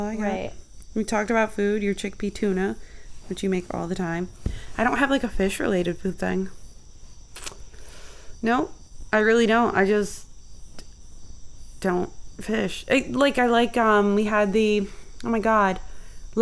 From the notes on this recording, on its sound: The real live neighborhood crickets in the background.